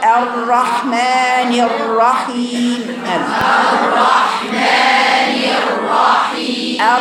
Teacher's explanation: احنا عايزين راء واحدة في ارتعادة فقط وارتعادة ايه خفية